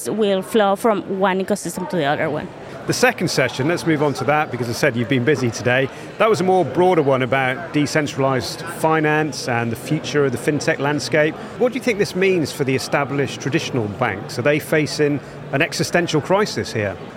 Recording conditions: busy venue